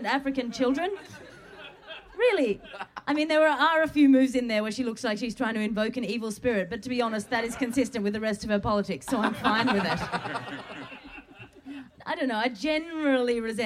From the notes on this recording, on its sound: Record a Bugle at midnight in the woods. Recorded in front of about 1000 people at the beautiful End Of The Road Festival.